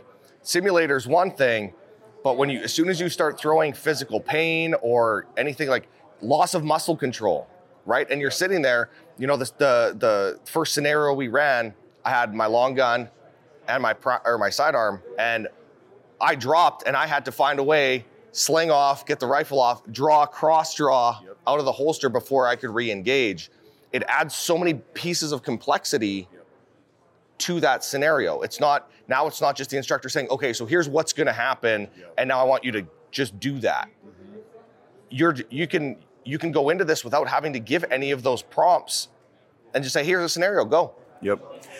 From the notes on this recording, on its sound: At the 2022 SHOT Show Conference